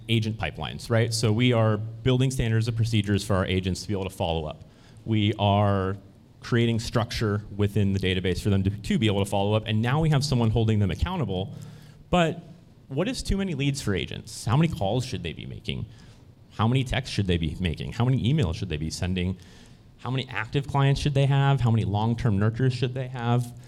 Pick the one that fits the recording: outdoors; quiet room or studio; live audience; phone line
live audience